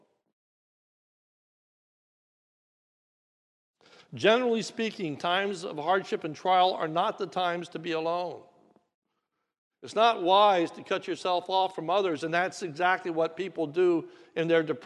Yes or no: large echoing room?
yes